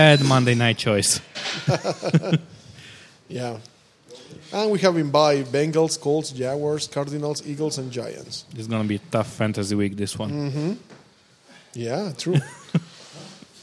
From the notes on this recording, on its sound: a new episode recorded at Crusaders Gym